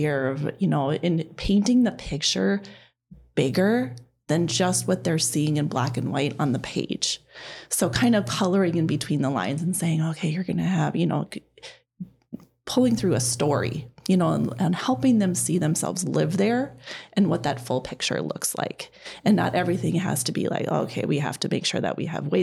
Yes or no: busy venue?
no